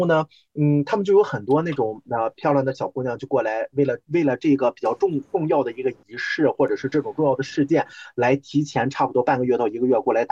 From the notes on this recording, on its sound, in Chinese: 由于是线上录制